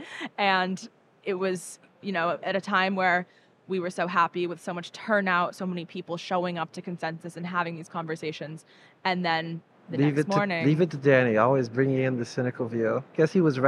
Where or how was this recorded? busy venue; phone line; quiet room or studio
busy venue